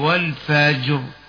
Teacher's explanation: لقد لاحظنا أن الراء في كلمة والفجر مفخمة عند الوقف